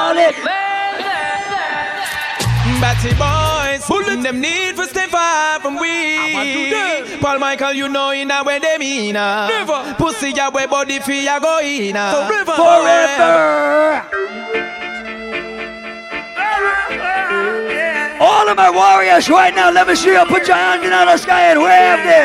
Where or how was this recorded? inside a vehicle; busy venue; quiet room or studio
busy venue